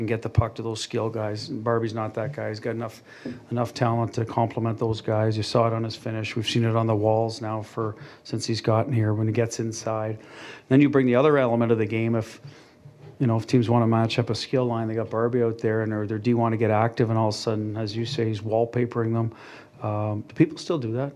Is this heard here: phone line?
no